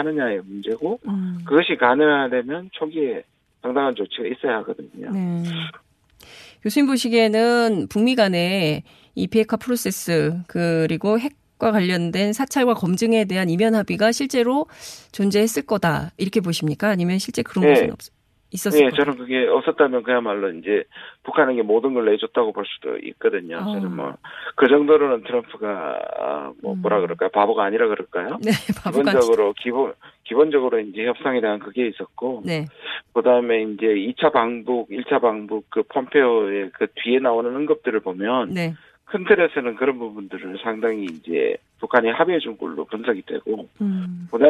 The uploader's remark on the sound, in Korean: 전화연결